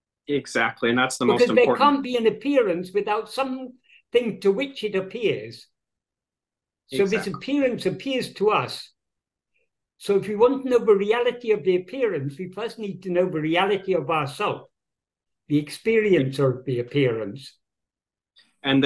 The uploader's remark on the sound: In a Zoom meeting